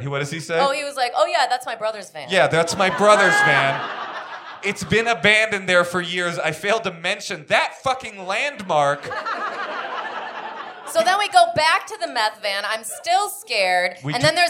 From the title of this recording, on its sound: Live From the High Plains Comedy Festival